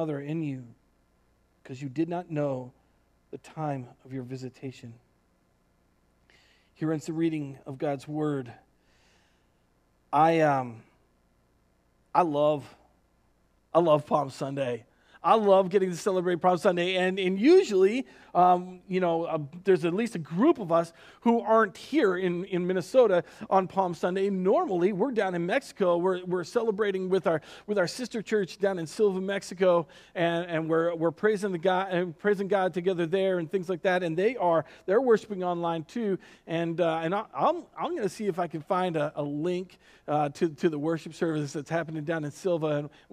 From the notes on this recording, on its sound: Recorded on April 5th, 2020 at Word of Life Church in Le Sueur, MN.